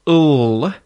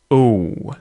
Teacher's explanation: And that's because there's no vowel after the L sound, so we pronounce it like a reverse W · Shown in: second take · right? W is W, and the dark L is ooh.